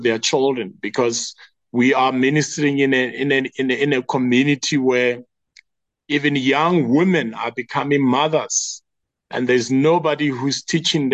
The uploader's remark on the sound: The Transformation Table Zoom Meeting on the 11 May 2023